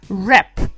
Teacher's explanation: Rap прекрасное слово, которое все всегда неправильно произносят, потому что там спряталась буква W, которая не произносится в самом начале